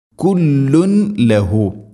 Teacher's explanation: തൻവീന് ശേഷം ലാം ഇദ്ഗാം ബിലാ ഗുന്ന, മണിക്കാതെ കൂട്ടിലയിപ്പിക്കണം